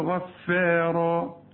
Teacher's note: الفه دي قبلها حرف تخين وبعدها حرف تخين وهي في النص رفيعة والالف كمان رفيعة كان غفارا يرسل السماء عليكم مدرارا السماء مدها